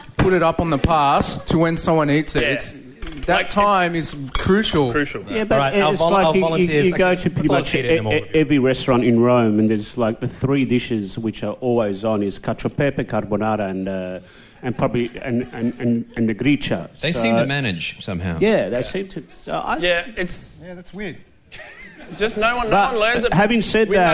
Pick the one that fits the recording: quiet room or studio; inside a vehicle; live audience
live audience